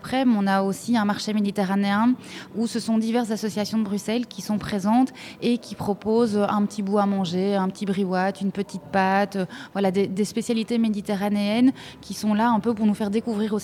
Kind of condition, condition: setting, busy venue